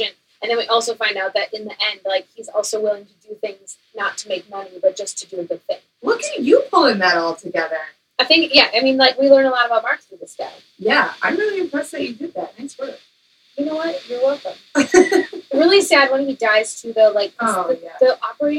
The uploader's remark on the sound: Recording around Christmas Trees. The ladies are still struggling with sound, they need a new microphone.